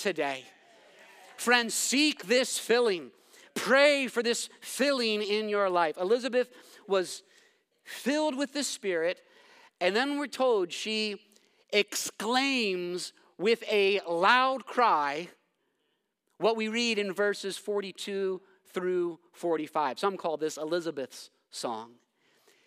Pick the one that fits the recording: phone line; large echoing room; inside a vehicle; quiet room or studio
large echoing room